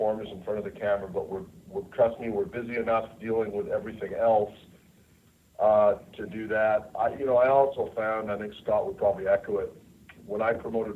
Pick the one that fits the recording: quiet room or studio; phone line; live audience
phone line